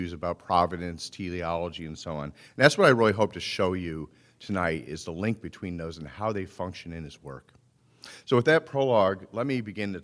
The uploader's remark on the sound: Recording of a lecture delivered on January 10, 2014. As part of the Formal Lecture Series.